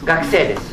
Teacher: Vous remarquez donc E plus I, je prononce E et non pas EI.